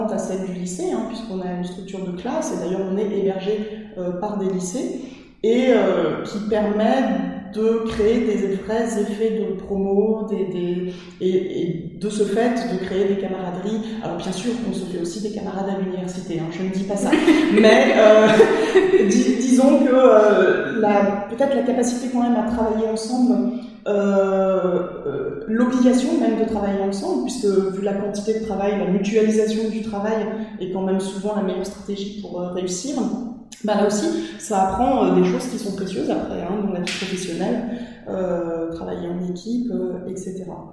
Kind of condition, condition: fault, echo